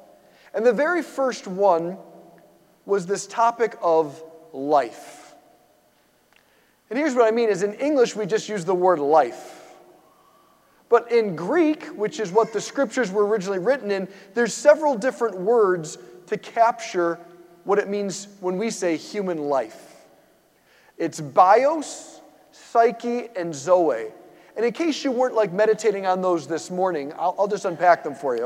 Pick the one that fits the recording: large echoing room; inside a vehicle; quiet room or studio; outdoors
large echoing room